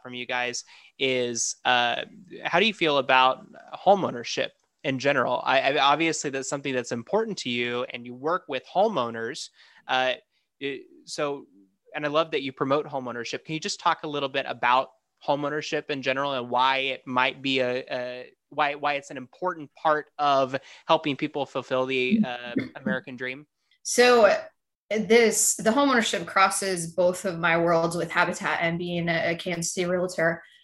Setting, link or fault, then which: link, video call